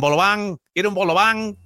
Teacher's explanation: aprendí yo a pronunciar esa G discreta al final de la N. Entonces, te digo, venden, vas en la calle y te dicen bolobán, quiero un bolobán, así, pero con la G ligeramente.